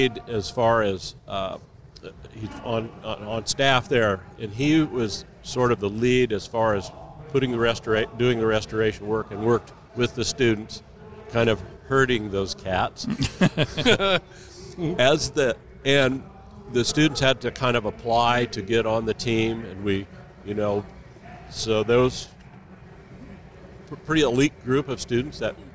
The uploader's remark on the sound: Live at Mecum Kansas City